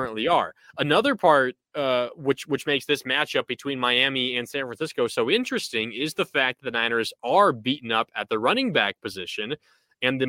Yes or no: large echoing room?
no